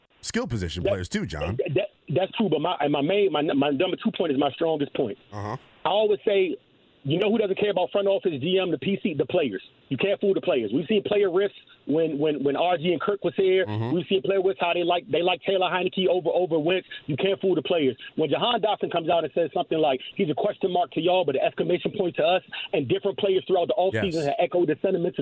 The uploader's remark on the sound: The phone lines light up to discuss the topic. Takes as many listener calls as he can before the show ends.